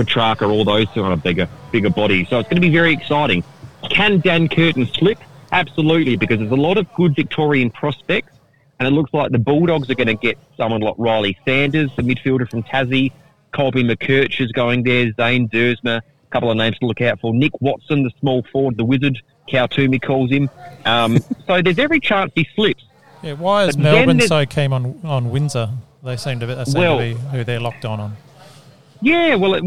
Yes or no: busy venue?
yes